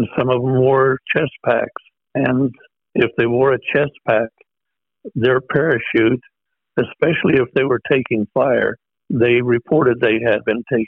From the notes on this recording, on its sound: We feature a phone interview with the Operation's Officer from Joe's squadron.